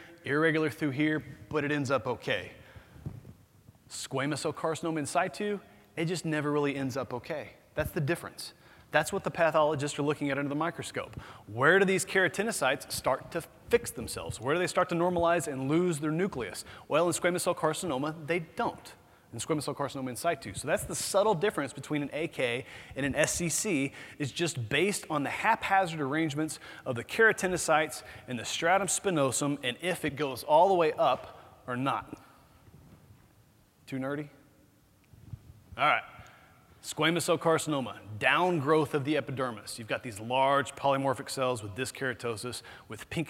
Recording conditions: busy venue